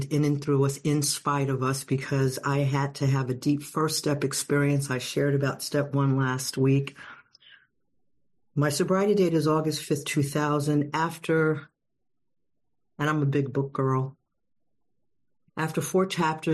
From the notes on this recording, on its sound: at the Addition By Subtraction meeting held on zoom